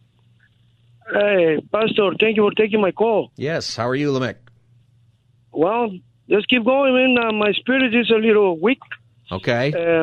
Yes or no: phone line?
yes